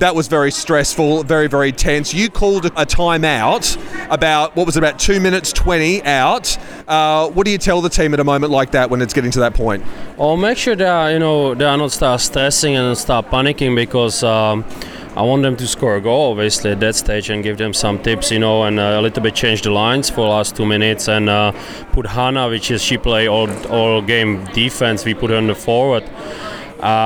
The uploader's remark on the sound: Capturing all the action on the incredible first Adelaide weekend of the season, featuring live audio of both games.